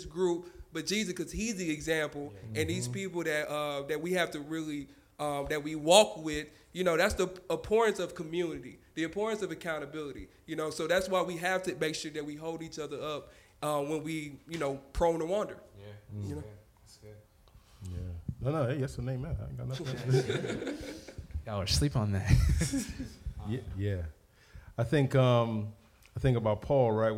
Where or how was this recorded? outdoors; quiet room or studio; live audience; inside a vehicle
live audience